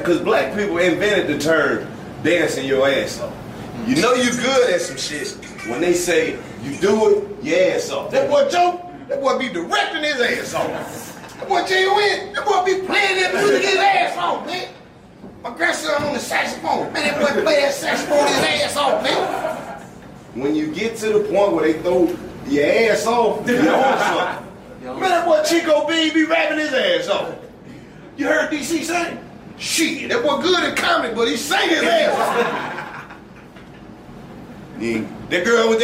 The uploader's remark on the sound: Another classic comedy show recorded in front of a live audience at the legendary Fillmore Theater!